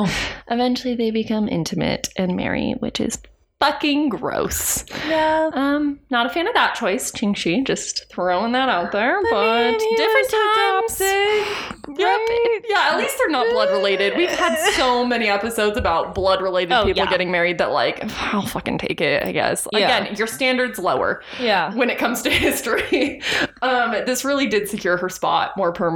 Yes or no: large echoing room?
no